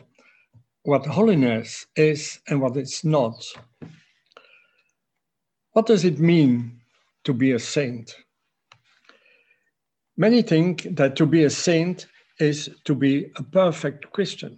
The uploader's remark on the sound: A webinar lecture. Originally broadcast as a live event March 13, 2021.